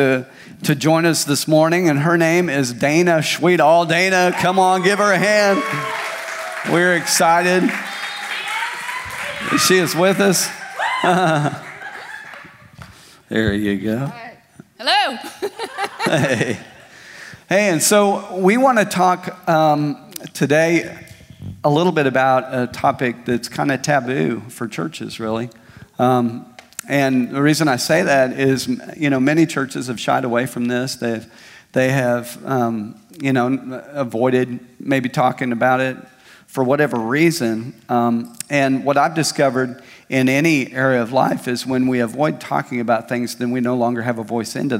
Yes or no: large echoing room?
yes